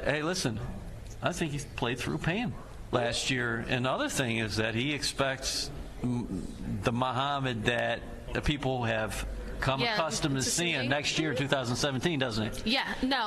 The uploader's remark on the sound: Live at the League Meetings